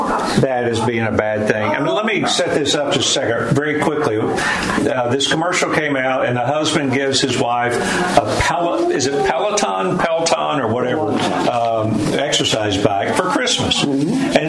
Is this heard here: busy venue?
yes